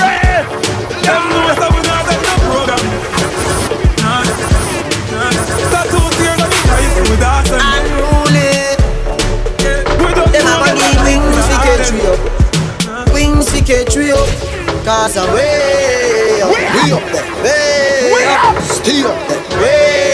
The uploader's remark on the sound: Live at Island Saturdays in Providence, RI on April 23, 2016.